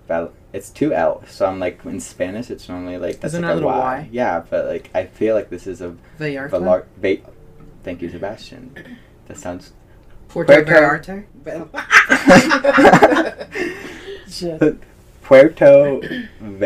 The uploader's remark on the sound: sorry if the audio is a little off, this is my first time having two co-hosts and I only have 2 mics